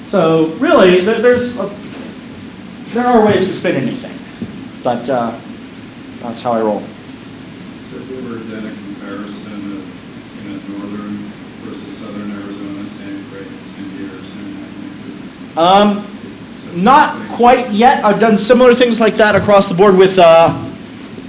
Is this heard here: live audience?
yes